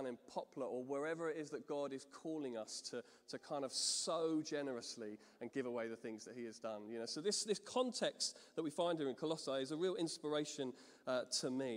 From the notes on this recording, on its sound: Streamed live at St Paul's Shadwell.